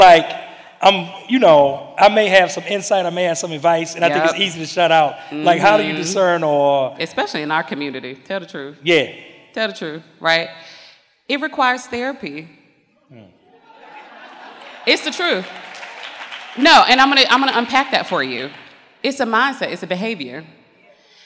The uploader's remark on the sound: TSP Live 2022. Answers different questions from the audience. So, jump into this Q & A session.